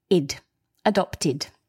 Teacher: because the word adopt ends in a T, which is a dental consonant, we pronounce the ED, id, adopted.